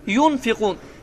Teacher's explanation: Və əgər bu halda, nunu bu halda görərsənsə, o zaman nun hərfi burunda gizlənir. Yəni, nun hərfi tam deyilmir və verilir buruna · Term: İxfa